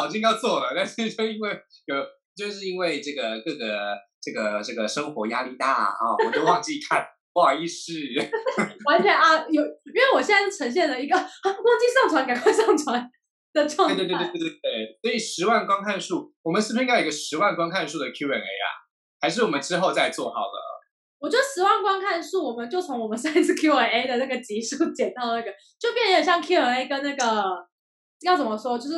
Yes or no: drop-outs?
yes